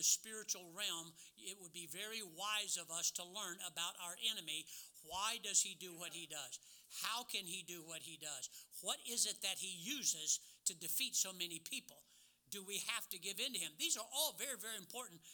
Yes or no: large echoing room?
yes